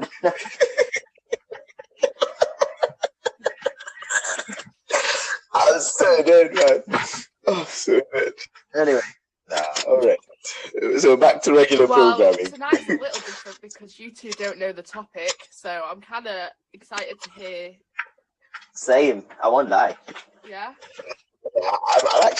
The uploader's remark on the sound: BE AWARE OF SOUND ISSUES.